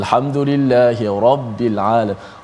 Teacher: Dibaca dengan tebal alhamdulillahirabbil alamin. Ra tu dibaca dengan secara suara yang tebal. · Term: tafkhim